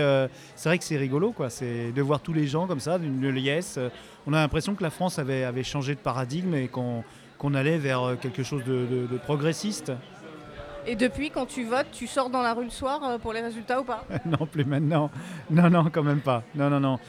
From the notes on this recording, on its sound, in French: a promené son micro lors du live de Podcut le 14 septembre à Paris